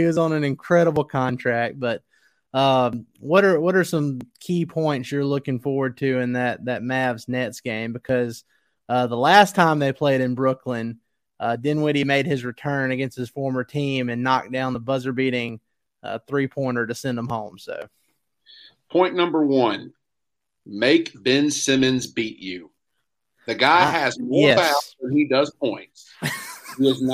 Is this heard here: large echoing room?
no